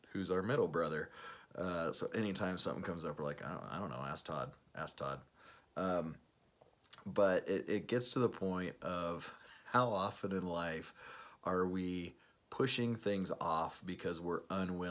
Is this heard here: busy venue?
no